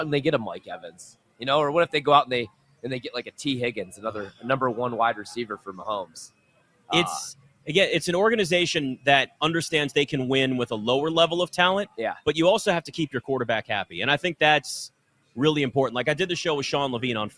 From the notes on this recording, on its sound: LIVE FROM LAS Vegas at Mandalay Bay!